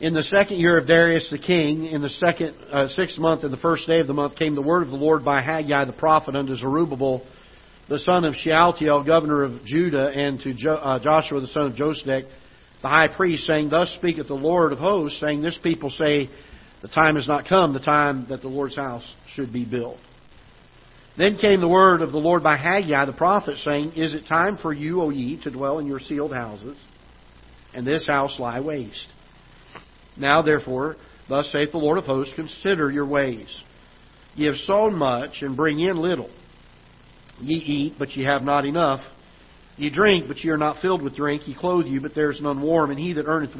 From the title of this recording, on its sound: Ketha Heights Baptist Church ~ Live Broadcast